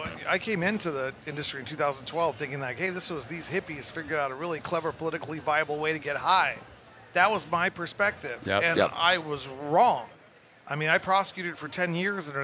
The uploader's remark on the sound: Recorded at MJBizCon 2023